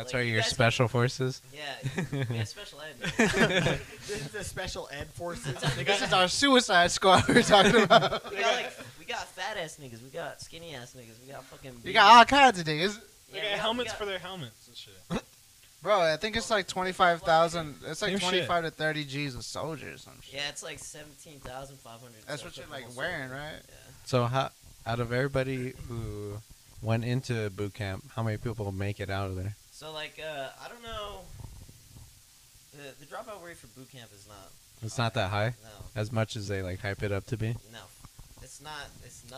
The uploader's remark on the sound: constantly remind each other to speak into the mic